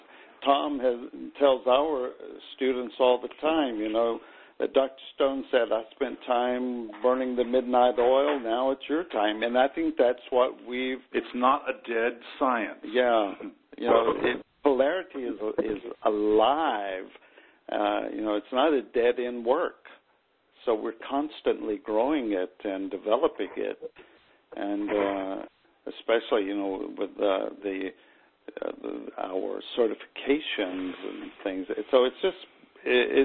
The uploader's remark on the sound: Conference call.